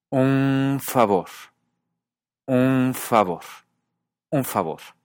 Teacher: La F es labio dental, es decir, usa los dientes superiores y el labio inferior. Y en un favor, la N se vuelve labio dental también.